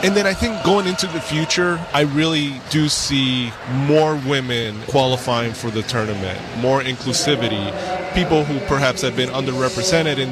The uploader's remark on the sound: in a safe area within the driving course